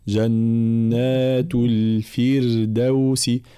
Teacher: كلمة الفردوس راء ساكنة مسبوقة بكسر، ف حكمها الترقيق، فلا نقول جنات الفردوس، لا، جنات الفردوس هكذا، فالانتباه.